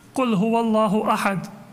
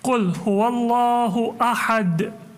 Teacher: I am adding a full articulation and then kind of bouncing off the dal, not quite to give a fatha, but to almost give a vowel after it · Shown in: second take · so you can fully hear the sound of the letter. · Term: qalqala